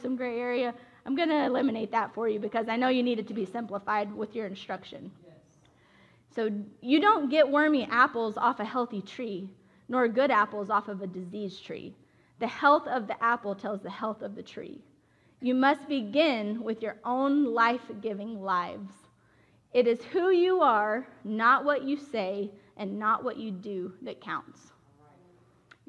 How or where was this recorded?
large echoing room